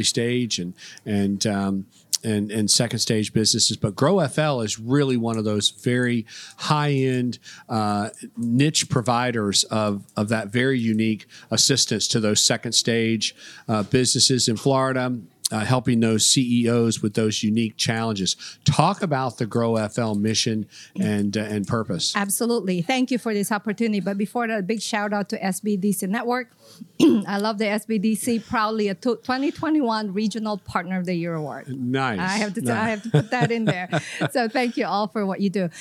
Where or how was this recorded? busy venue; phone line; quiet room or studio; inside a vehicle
busy venue